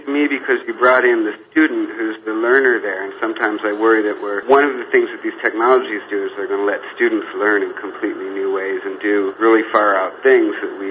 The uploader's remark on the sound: A conference call